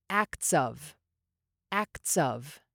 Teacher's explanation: These two words can get linked together, and of gets shortened a bit.